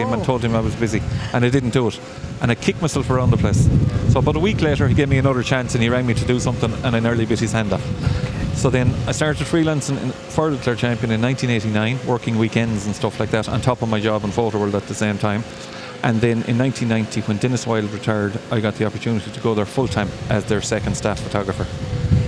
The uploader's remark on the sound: Interview as part SBCR live OB programmes of Live at the Green during the Scariff Harbour Festival weekend